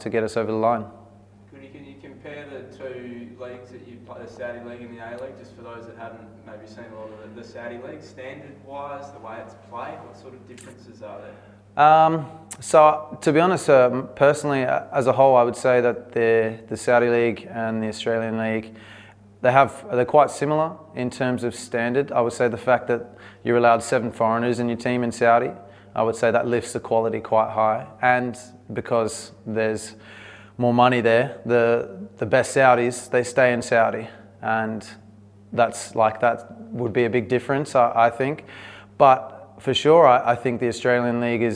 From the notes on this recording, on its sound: Press Conference. Speaks to media at Coopers Stadium.